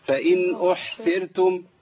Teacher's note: انت كده بدلت الصاد بسين